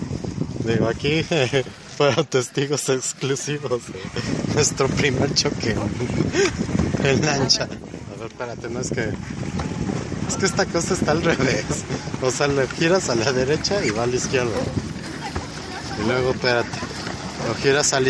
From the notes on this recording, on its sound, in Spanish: Viaje en lancha en el Parque Bicentenario de Metepec. Material audiovisual de un recorrido por el pequeño embarcadero ubicado en el Parque Bicentenario del Pueblo Mágico de Metepec, en el Estado de México.